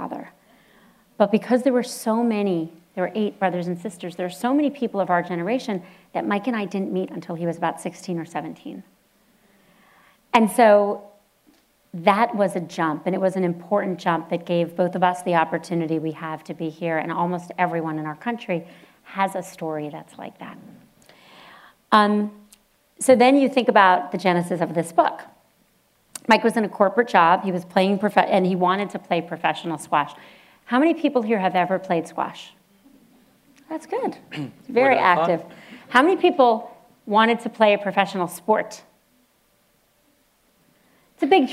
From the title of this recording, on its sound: Live at the Palo Alto JCC